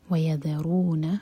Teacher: یہاں پر ذال ہے، زا کا ساؤنڈ نہ آئے